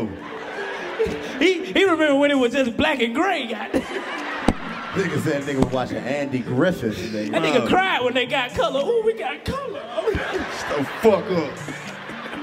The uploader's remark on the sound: Roasting everybody in the crowd! Live from the Nashville Comedy festival, the new kings of comedy kick off three sold out shows for Cashville!